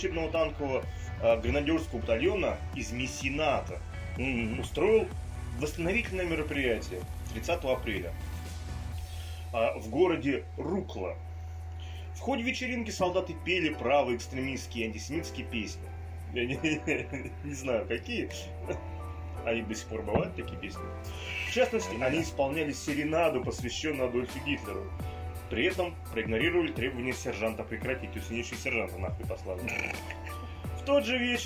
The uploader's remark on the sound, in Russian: Команда нашего социально депрессивного подкаста собралась усиленным составом. По причине обстоятельств (жара, непривычное место записи и особенности расположения рук относительно туловища отдельных участников подкаста). Качество записи звука в этот раз уступает по качеству прошлым выпускам.